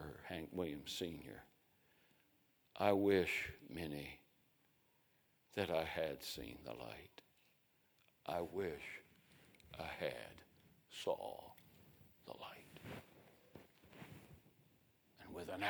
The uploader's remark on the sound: A sermon preached Sunday Morning, on May 7, 2023.